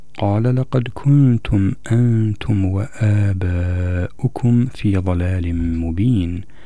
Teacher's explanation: في كلمة آباؤكم أيضا مد هذا الألف هذا المد الطويل بسبب مجيء الهمزة بعده مباشرة، فهو مد متصل